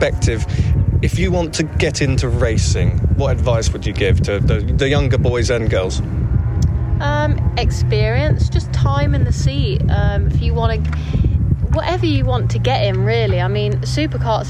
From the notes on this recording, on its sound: We are live from the British SuperKarts at Outlon Park.